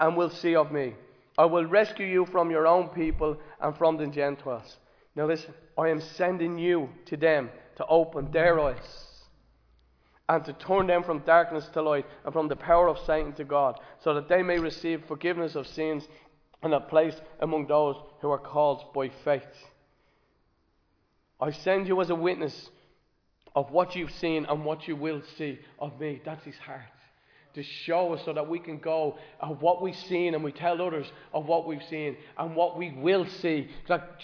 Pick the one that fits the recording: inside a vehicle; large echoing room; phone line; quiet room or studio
large echoing room